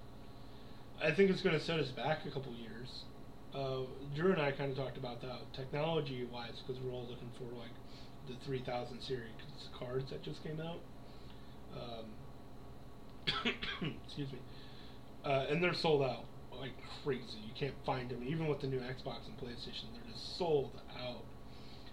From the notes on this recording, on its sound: lots of technical issues.